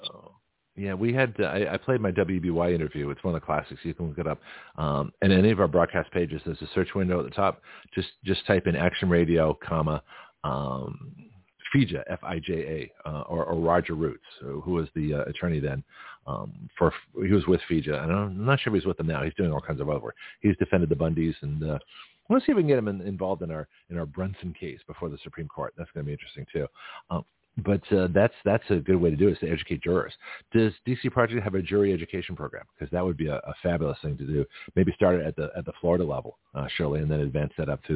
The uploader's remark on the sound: BlogTalk cut my signal again, so I called